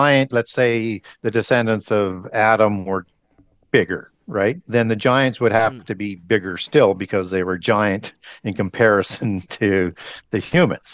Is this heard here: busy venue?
no